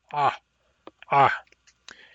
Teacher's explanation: When someone's strangling you, they're closing your throat with their hands. When we make a pharyngeal stop, we're purposefully tightening our throat by flexing the root of our tongue. The method is different, but the effect is the same.